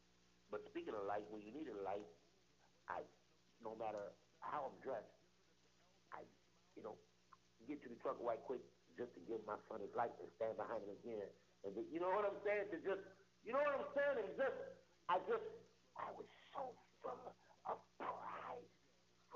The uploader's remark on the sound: Bad Audio. Episode wasn't planned so excuse the audio it was spur of the moment. His phone was acting weird but I edited as good as I could.